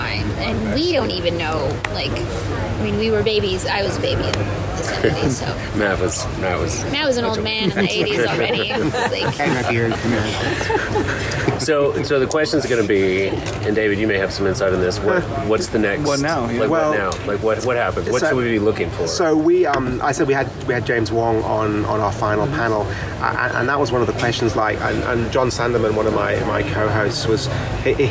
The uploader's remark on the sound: On Location at GAFCON23 (Day 5)